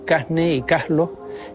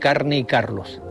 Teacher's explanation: aspiran la R cuando ésta aparece ante las consonantes N o L · Shown in: first take · Así se dice en algunas zonas de Canarias, Casne y Caslo, en lugar de Carne y Carlos. · Term: aspiración